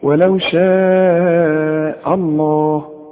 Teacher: اوعى تفخم الهمزة دي اللي جنب لفظ الجلالة